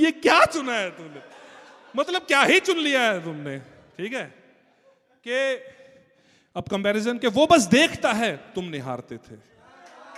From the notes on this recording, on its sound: This was the live performance in Jaipur. Audience was going berserk.